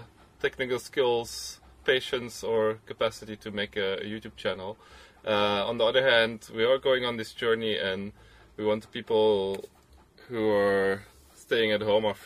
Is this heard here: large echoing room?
no